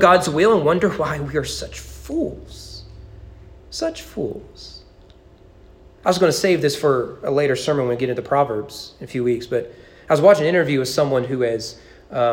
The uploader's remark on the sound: Sermon preached at East Frankfort Baptist Church in April 2022 during evening worship.